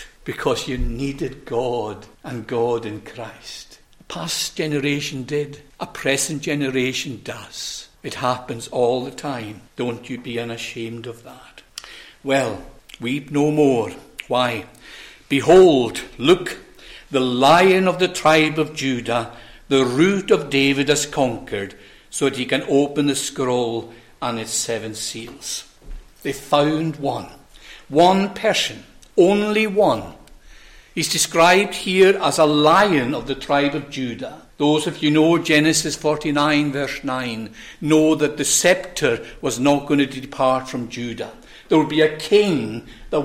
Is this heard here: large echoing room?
yes